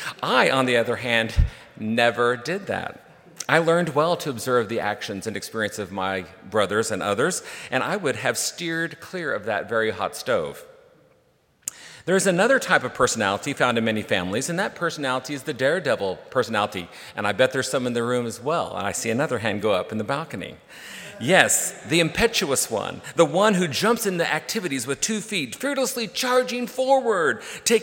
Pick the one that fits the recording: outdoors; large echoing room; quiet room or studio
large echoing room